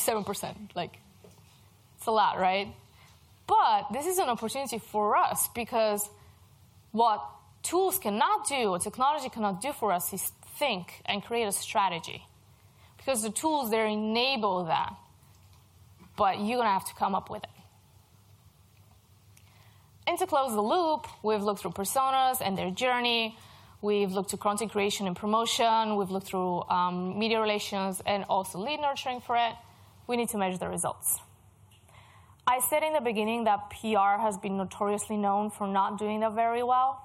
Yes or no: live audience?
yes